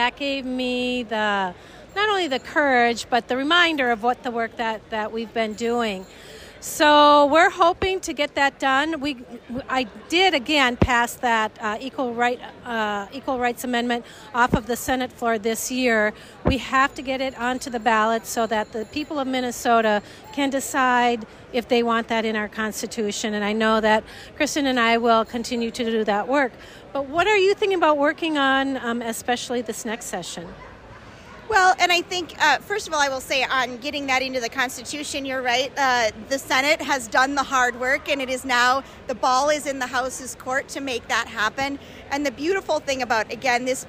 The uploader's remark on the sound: Joins live from the Minnesota State Fair. Inside the fairgrounds.